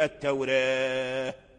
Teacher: التوراة هذه قراءة الفتح، وجه الفتح هذا التوراة، وجه التقليل التوراة، ترقيق الراء وإمالة الألف إلى جهة الياء